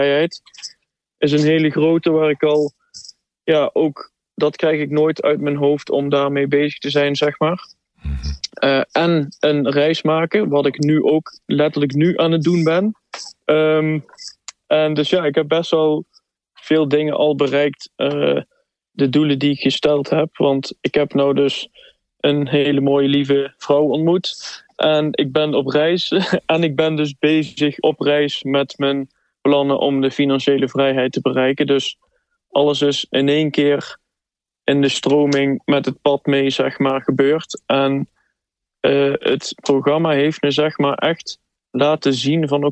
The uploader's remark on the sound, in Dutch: Een online live seminar.